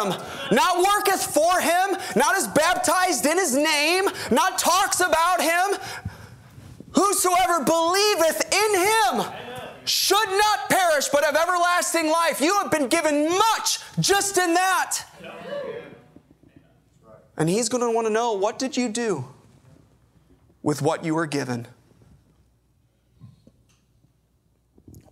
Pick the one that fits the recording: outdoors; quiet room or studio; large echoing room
large echoing room